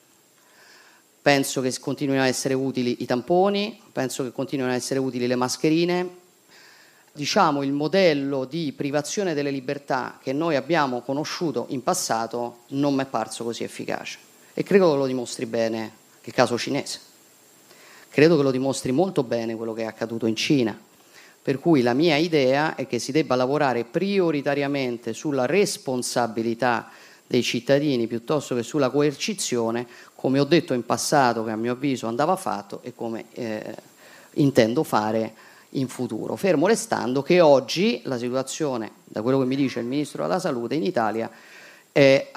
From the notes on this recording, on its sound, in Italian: Gli audio della conferenza stampa di fine anno.